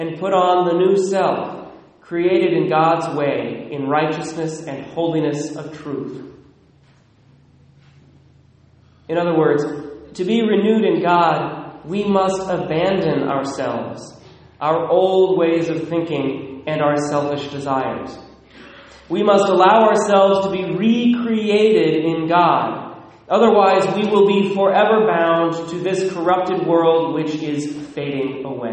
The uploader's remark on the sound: Recorded at Immaculate Heart of Mary, Sedro-Woolley